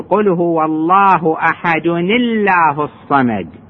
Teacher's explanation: لأن أحد هذا تنوين، هذه نون ساكنة وجاءت بعدها همزة اسم الجلالة الله، قل هو الله أحد الله الصمد، وهذه الهمزة أساسا هي ساكنة لأن هذه أل التعريف، وأساسا همزة أل التعريف ساكنة إنما تفتح ليتوصل بها ليمكن النطق بها، فهنا التقت نون ساكنة مع ألف ساكنة حرك بالكسر، نقول قل هو الله أحد الله الصمد.